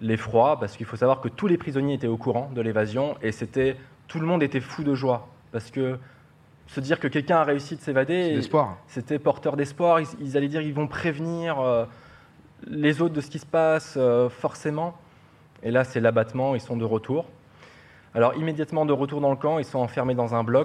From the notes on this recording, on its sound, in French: Cette première en public.